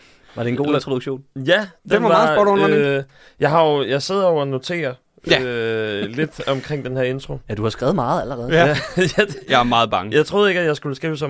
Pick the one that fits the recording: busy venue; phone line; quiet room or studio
quiet room or studio